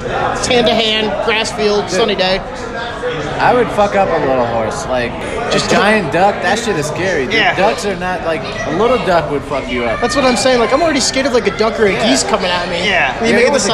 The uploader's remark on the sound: Welcome to the BarCast where we Answer the Most Absurd Questions on the Internet Live from Dive Bars across America!